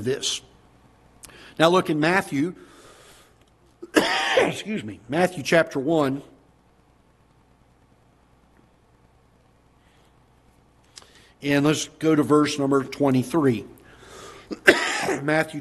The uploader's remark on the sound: Ketha Heights Baptist Church ~ Live Broadcast